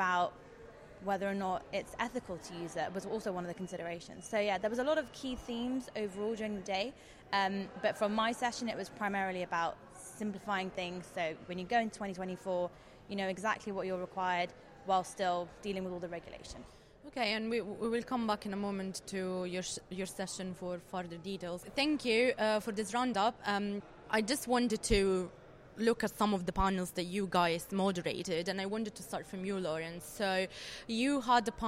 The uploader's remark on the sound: In the second part of the show, we report live from the floor of the ESG Integration Forum – Autumn, held this November in London. For a roundtable discussion.